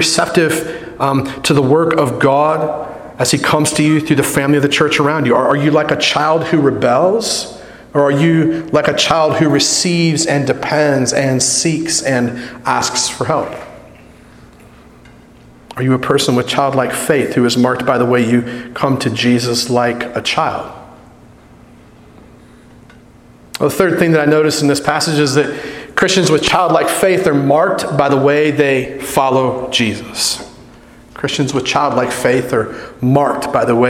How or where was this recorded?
large echoing room